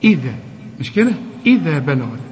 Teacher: ايه الهمزة مكسورة مرققة